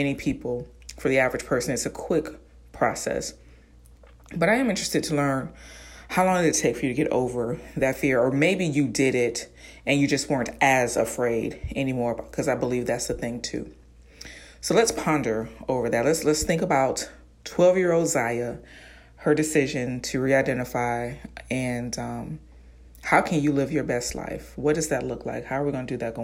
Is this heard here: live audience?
no